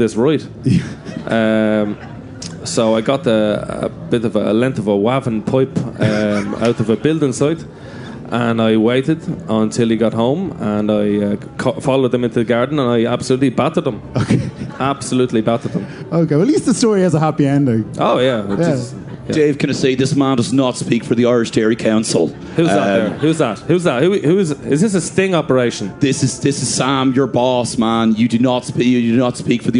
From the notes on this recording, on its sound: Live at Electric Picnic. Live from the 'Ah, Hear!' stage at Electric Picnic 2018.